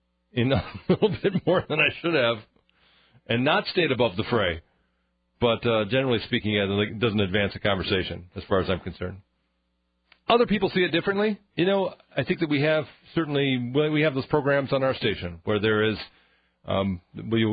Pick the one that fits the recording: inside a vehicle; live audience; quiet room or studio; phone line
phone line